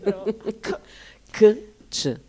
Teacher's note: la K ha come uno stacco proprio all'altezza dell'osso ioide